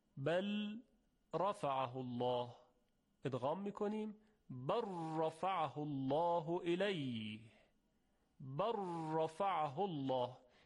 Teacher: یعنی از صوت لام هیچ اثری دیگه باقی نمیمونه، فقط یک راء مشدد داریم · Term: ادغام متقاربین